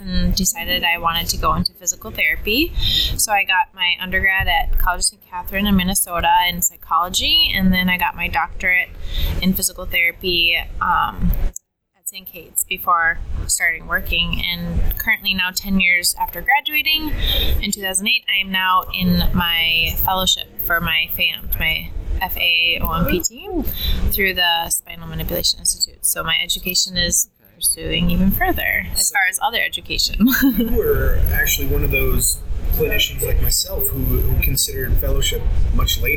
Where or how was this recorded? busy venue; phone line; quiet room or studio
busy venue